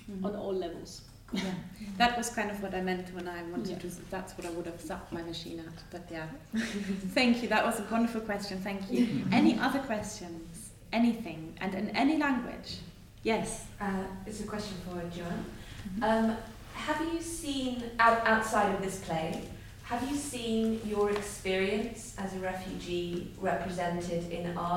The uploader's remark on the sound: This episode was recorded live at the Danish National School of Performing Arts, in Denmark.